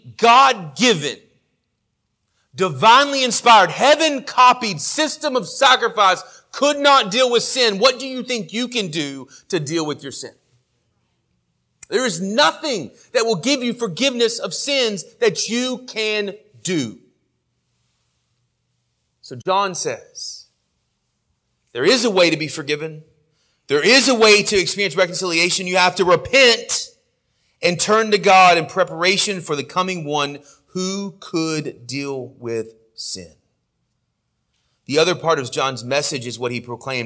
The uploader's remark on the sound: Sermon audio from our morning worship service